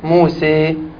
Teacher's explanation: أما الإمالة فهي تقريب الألف من الياء وتقريب الفتحة من الكسرة كثيرا